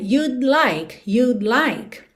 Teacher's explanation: Até porque eu encosto a língua no céu da boca para fazer o D, you'd, mas eu já tô com a língua no céu da boca para o L, you'd like, you'd like. Então, é muito comum que você praticamente não ouça esse D do would contraído